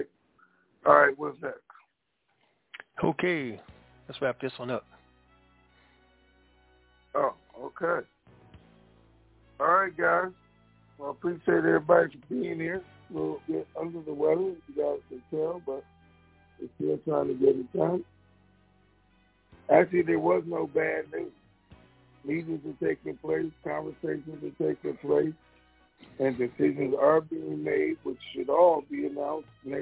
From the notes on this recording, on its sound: Conference Call